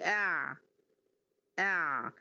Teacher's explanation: لسان المزمار بتاعي بيرجع الى الخلف، فبيعمل قفله في طريق الصوت بتاع العين، ده برضو سبب توسط ايه العين.